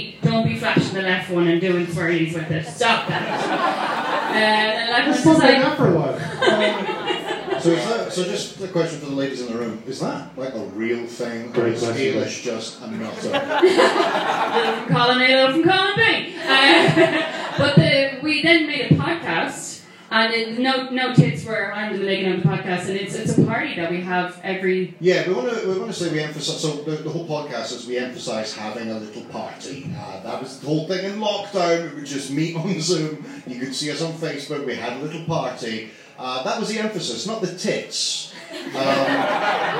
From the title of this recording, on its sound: Live in Dublin